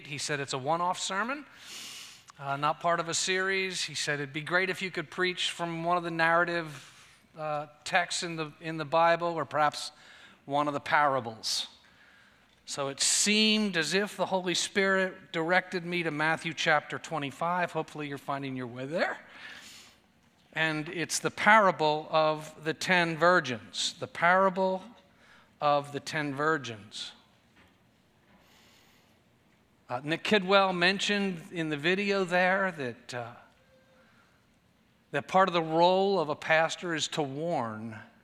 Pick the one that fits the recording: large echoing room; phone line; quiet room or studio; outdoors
large echoing room